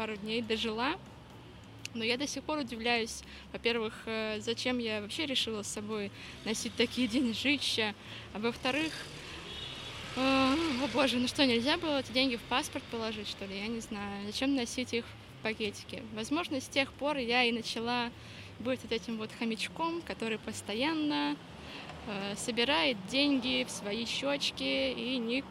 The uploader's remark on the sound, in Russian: Это Live-запись, поэтому на фоне вы можете слышать разные посторонние звуки, которые, в свою очередь, придают атмосферы этому эпизоду. Наша передвижная подкаст-студия вошли в чат.